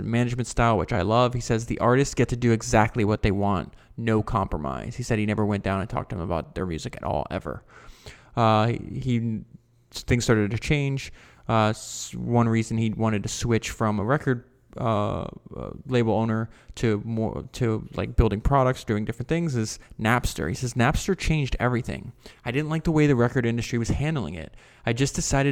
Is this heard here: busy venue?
no